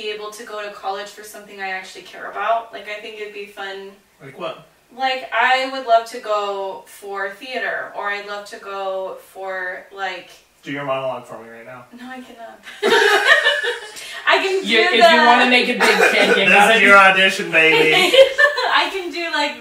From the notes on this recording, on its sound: SNEAK PEEK Episodes are episodes we made in trying to determine how the pod would work, as such there are some less than desirable audio and video issues as well as general awkwardness.